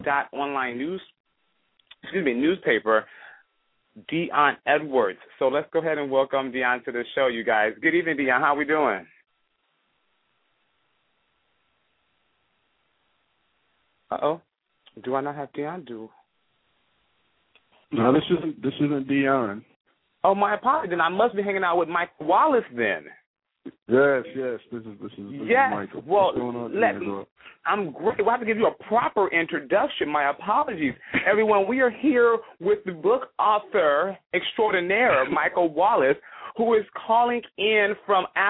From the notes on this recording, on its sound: calling in LIVE from Afghanistan